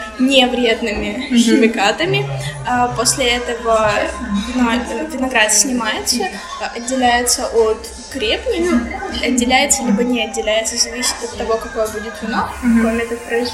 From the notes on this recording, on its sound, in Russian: Кофейня Характер (спасибо им за локацию!) слишком прекрасна и помимо нас там были еще посетители. Именно по этой причине звук не идеален.